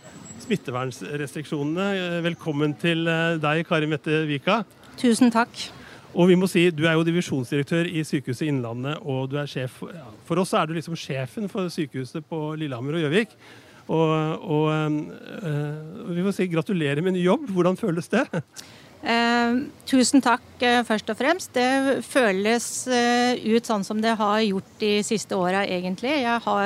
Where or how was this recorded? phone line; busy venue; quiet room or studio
busy venue